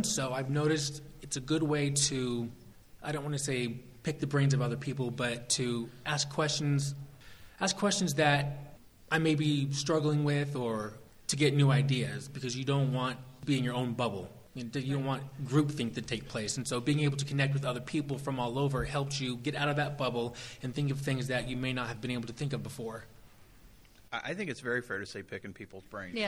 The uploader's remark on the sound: Live in front of an audience recording. This was part of our session with the Emerging Professionals group at SHRM19 in Las Vegas.